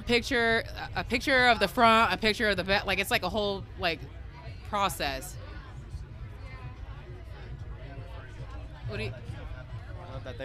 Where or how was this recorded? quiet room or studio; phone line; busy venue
busy venue